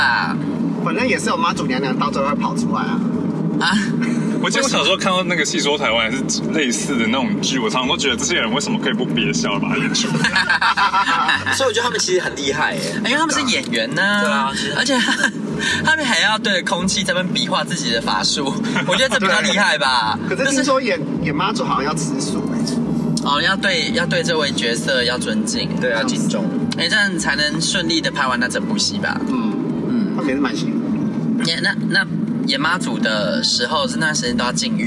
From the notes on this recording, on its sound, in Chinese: 開車錄音